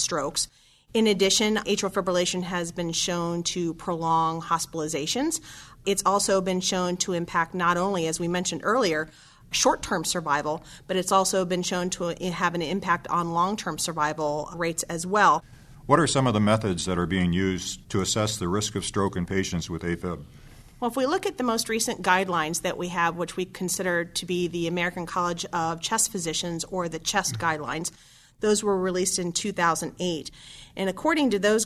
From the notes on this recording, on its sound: It was recorded in December 2011 during the 46th ASHP Midyear Clinical Meeting and Exhibition in New Orleans.